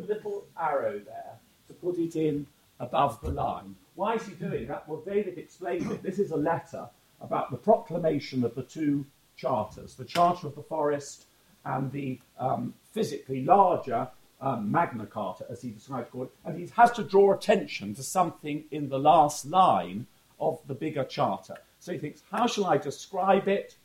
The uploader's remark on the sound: We apologise for the variable sound quality of this podcast.